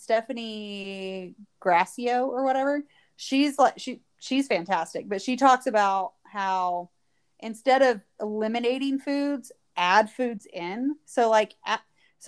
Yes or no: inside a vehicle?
no